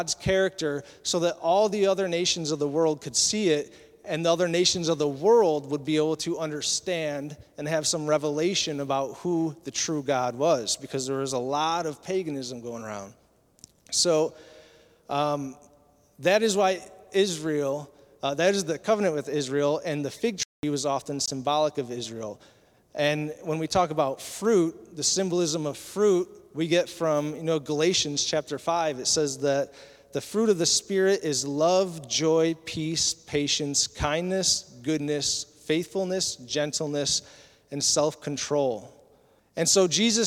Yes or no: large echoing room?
yes